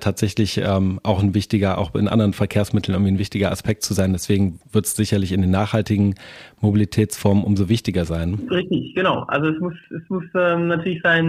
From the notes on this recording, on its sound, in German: Wir sprechen mit Expert:innen aus der Stadtverwaltung und haben externe Interviewpartner:innen am Telefon zugeschaltet.